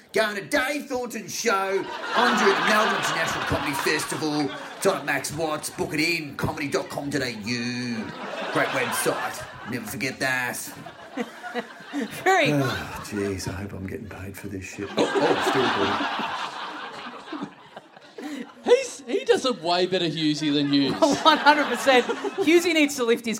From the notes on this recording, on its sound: Here we go with another huge month of live shows from Melbourne! Big live podcast and stand-up show.